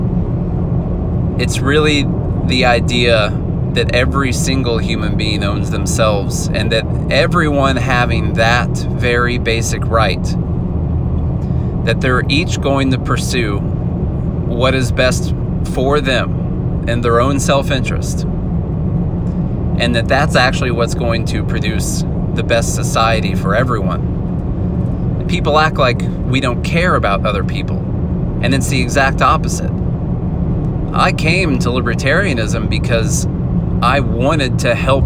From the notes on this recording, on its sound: Sorry about the audio quality- I’m traveling and you get all the road noise in the background!